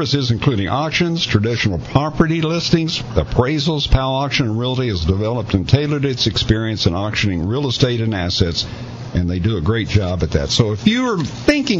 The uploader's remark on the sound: is LIVE from the Country Music Hall of Fame in Nashville!